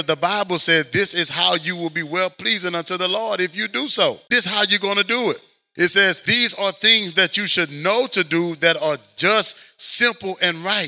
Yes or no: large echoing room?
yes